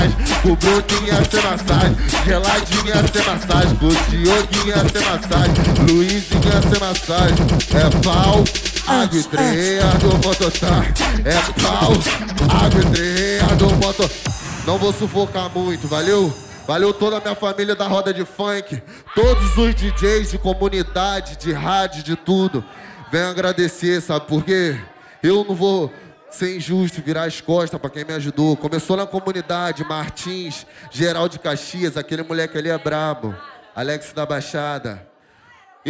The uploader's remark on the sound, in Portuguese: Ao vivo na Roda de Funk. Gravado Ao Vivo.